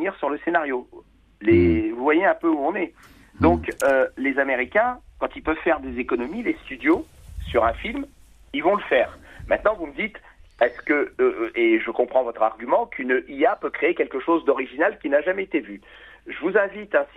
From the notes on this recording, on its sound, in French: accompagné au téléphone